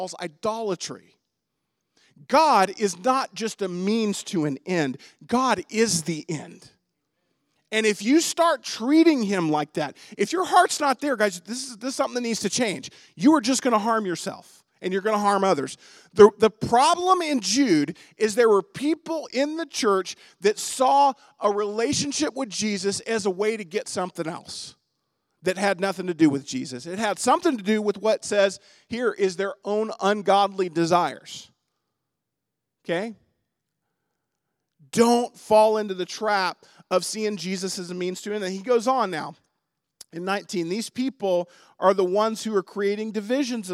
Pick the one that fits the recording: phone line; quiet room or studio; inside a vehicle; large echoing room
large echoing room